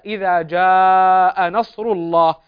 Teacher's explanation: مد متصل يمد بالتوسط